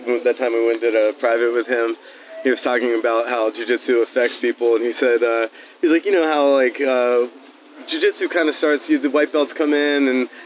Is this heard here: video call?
no